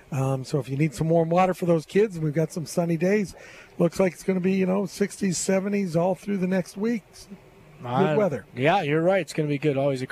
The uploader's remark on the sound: LIVE From Terry Thompson Chevrolet